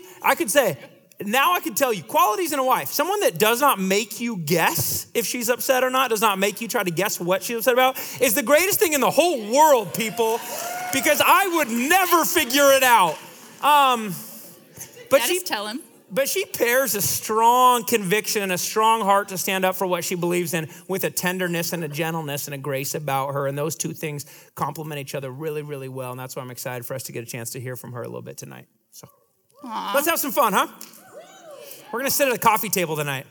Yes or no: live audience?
yes